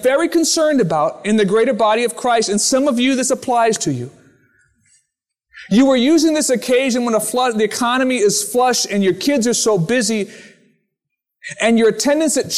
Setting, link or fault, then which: setting, large echoing room